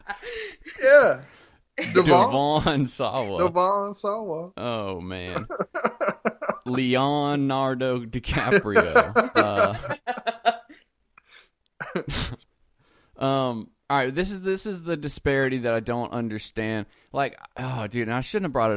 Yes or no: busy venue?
no